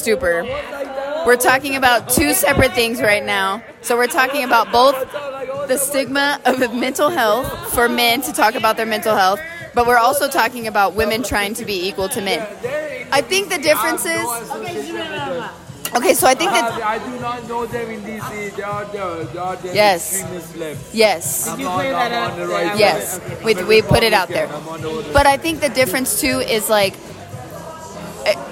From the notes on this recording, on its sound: I recently went to Denver for a girl's trip. We were at dinner and me being the podcaster that I am, decided to pull out my phone to record a REALLY good conversation. You will hear that we have dinner, drinks and are very candid about our thoughts.